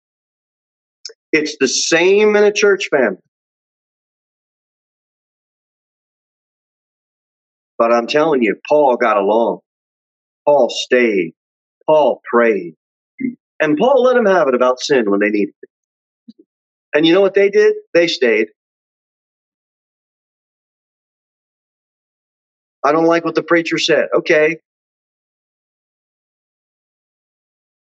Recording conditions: large echoing room